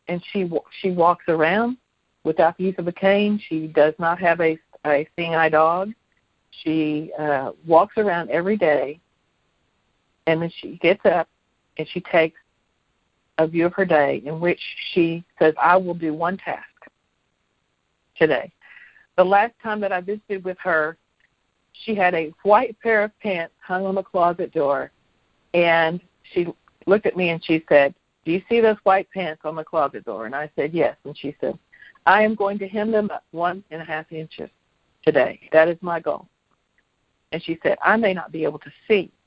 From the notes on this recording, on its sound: jumped on the phone